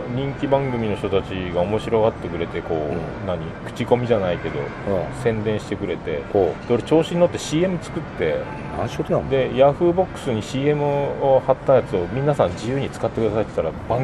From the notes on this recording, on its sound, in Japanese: 録って出しでございます。2年連続でヒルトンの高額軽食とコーヒーを楽しみついでに収録をしております。